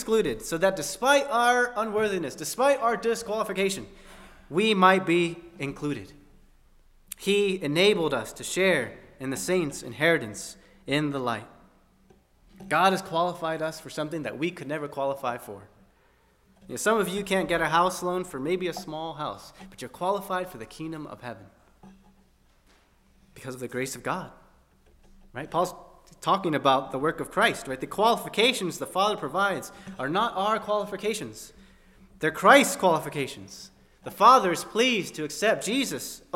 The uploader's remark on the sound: At First Baptist Church in Delphi, Indiana.